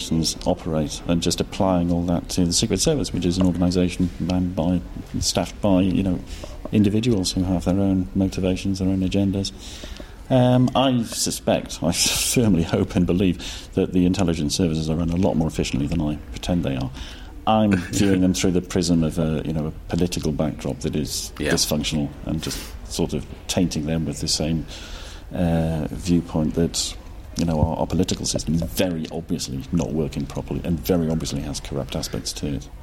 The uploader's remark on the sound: Harrogate Crime Festival ’22 Special. The Hobcast Book Show comes from the world's biggest crime writing festival, the Theakstons Old Peculier Crime Festival set in the grounds of the Old Swan Hotel in Harrogate. Back to full capacity for 2022, the event was a huge success.